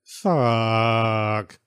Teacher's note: If you say fuck with extended U, it just sounds like you're disappointed by something.